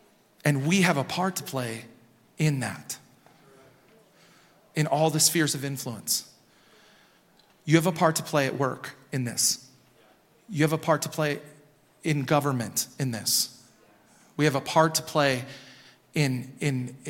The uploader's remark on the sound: Recorded at Hope Church in Springfield, MO.